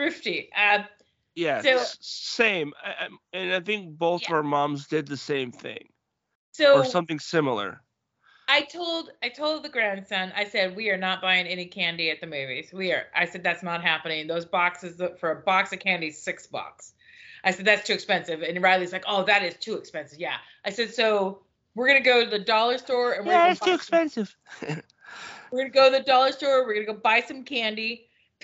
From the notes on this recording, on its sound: the skype call was recorded